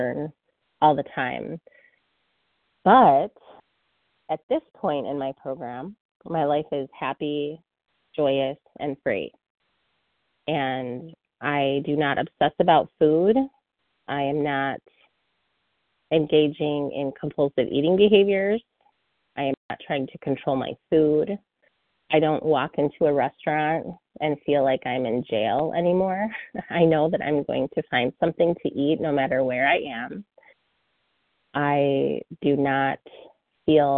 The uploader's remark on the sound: 100 Pounders Phone Meeting.